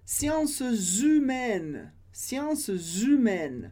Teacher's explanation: A gente tem a liaison, que é a ligação. No caso do S, a liaison tem som de Z.